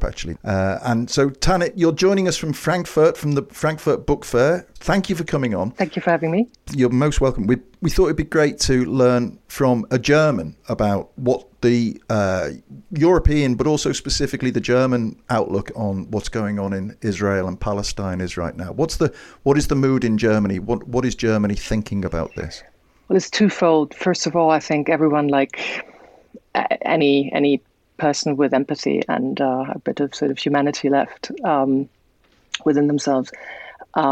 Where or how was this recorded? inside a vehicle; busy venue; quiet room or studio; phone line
quiet room or studio